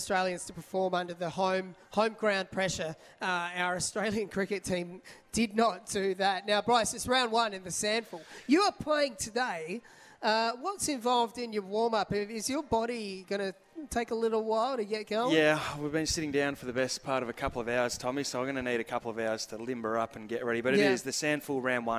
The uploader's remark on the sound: on location against this morning at Harbor Town for Solitaire Auto